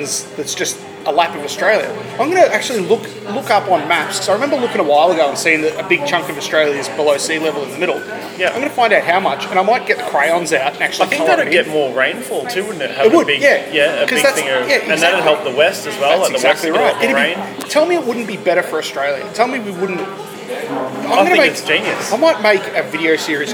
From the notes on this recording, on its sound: The audio in this one isn't the greatest, as it was recorded in a coffee shop. Also, the microphones didn't work.